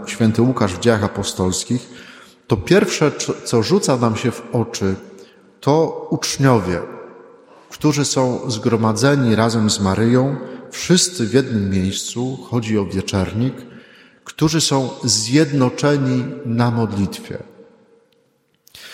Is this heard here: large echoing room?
yes